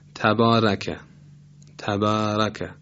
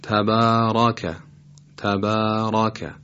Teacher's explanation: حرف را باید درشت تلفظ بشه و این درشتی روی فتحه و همینطور الف بعد از این حرف هم تأثیر میذاره · Shown in: second take · مثلا تبارکه و نه تبارکه. · Term: تفخیم